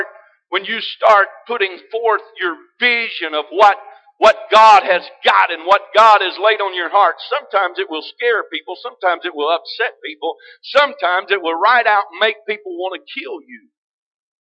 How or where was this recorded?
large echoing room